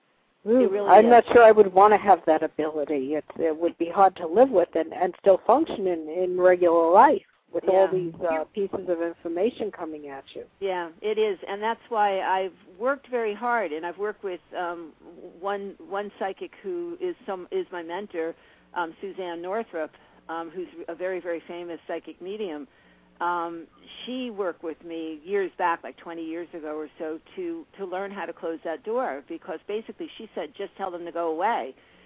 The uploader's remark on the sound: live call-in radio talk show